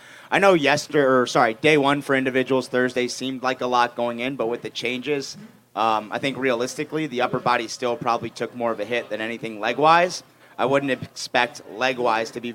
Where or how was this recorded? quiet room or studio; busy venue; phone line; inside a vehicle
busy venue